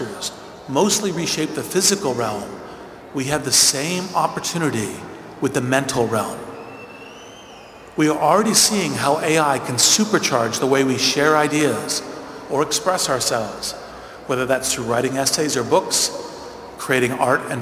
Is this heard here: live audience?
yes